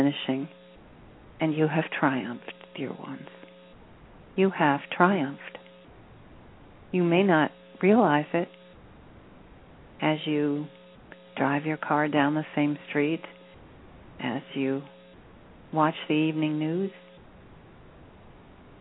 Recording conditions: phone line